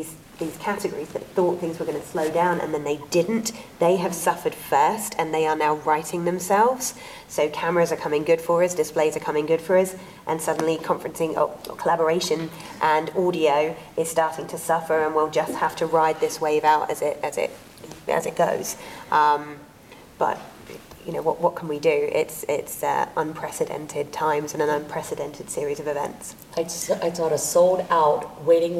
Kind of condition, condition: setting, busy venue